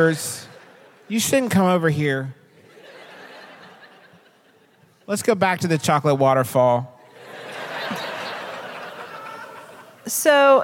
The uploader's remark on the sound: Live from Columbus, Ohio, home of the first Wendy's, and also COSI, the Center of Science and Industry!